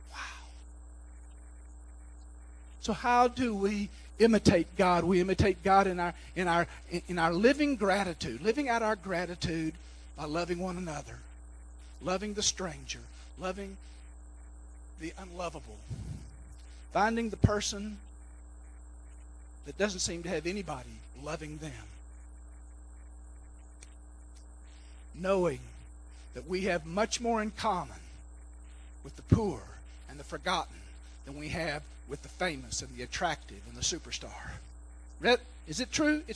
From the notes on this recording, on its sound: recorded during our recent citywide Thanksgiving Service, hosted by the Lake Granbury Ministerial Alliance at Generations Church